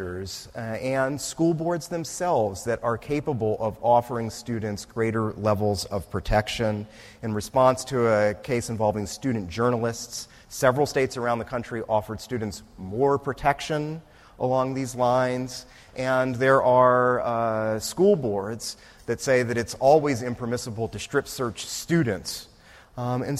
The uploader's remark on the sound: This talk was recorded on October 4, 2018, as part of the Law School's annual First Monday lecture series.